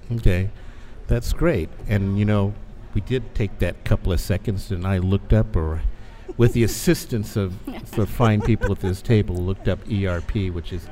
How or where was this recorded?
busy venue